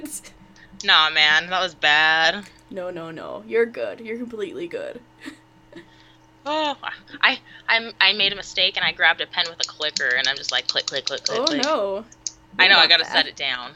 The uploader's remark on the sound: I would like to formally apologize for the background mike noises, this issue is being worked on and we hope to have it fixed by next recording!